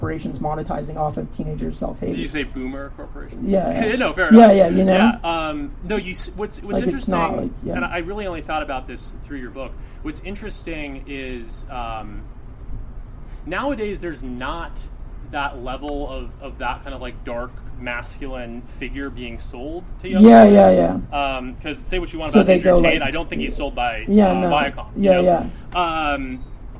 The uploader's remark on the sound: Recorded at Stories Bookstore in Echo Park